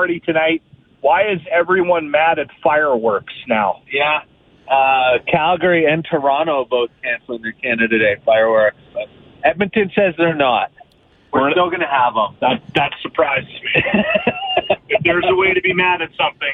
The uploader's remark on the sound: broadcast the show while driving around the city